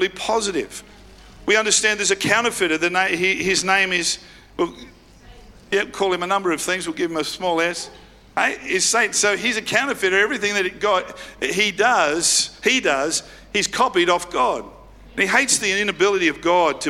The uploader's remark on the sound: live at Freshwater Church on Good Friday the 7th of April 2023